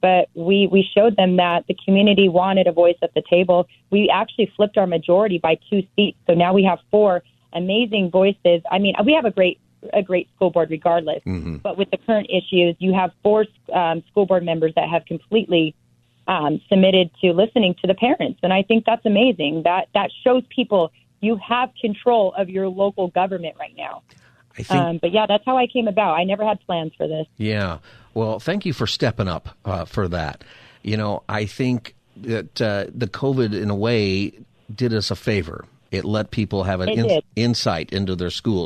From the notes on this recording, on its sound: Listeners call